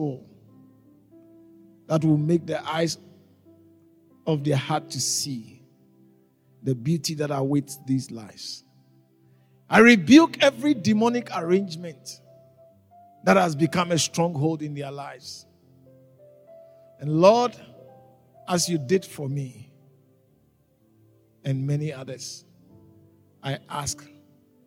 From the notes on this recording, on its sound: preached at the Living Waters Cathedral